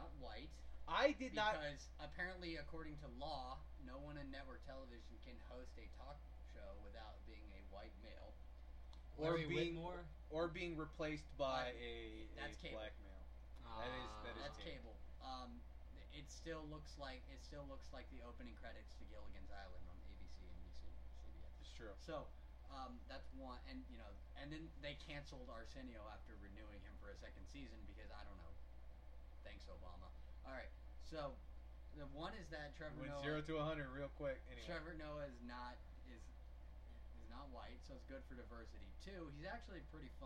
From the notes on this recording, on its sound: I would like to apologize in advance for the quality of the audio (yes, we know it's a bit on the soft side.)